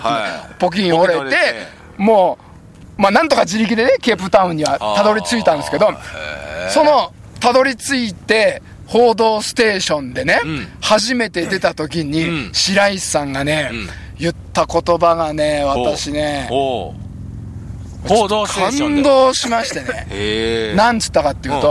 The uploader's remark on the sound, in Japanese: 長野県ビーナスラインの霧ヶ峰高原にて。バイクツーリングをして青空対談収録を開催いたしました。